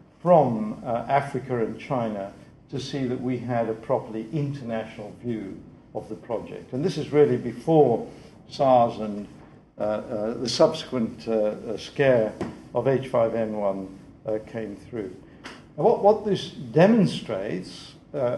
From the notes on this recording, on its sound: The 2008 Duncan Davies lecture